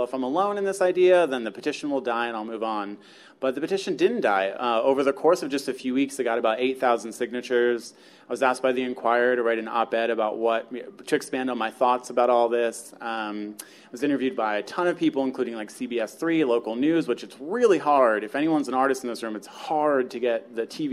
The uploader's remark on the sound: Artblog's very first live podcast recording took place June 20 at the amazing Tattooed Mom on South Street